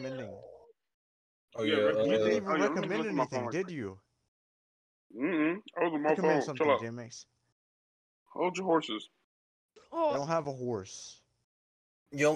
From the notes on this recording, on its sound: This was a very chaotic episode. We tried out a live podcast in discord. Things weren't going right.